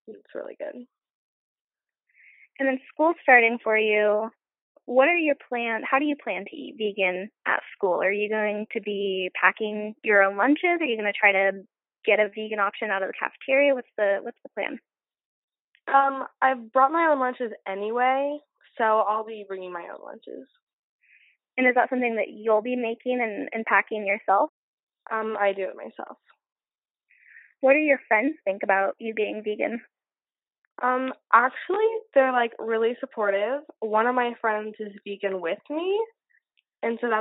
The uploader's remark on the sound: do a quick phone call with me